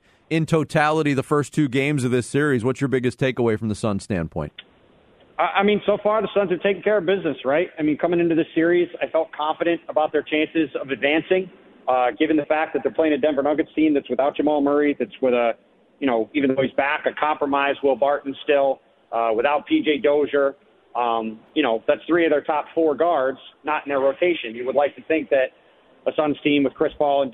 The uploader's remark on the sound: Take phone calls from Suns fans.